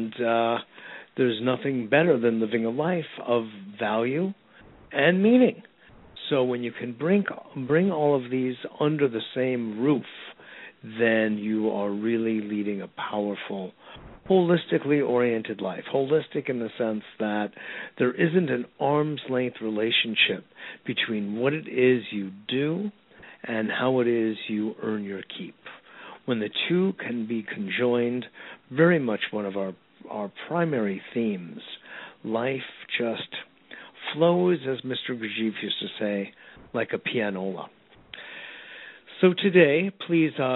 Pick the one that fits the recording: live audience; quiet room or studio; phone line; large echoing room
phone line